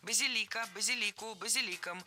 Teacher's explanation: Ударение ставим на третий слог, и там его сохраняем во всех формах.